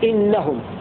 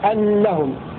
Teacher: هكذا يقرأ حمزة الكسائي بكسر الهمزة، وقرأ الباقون بفتح الهمزة أنهم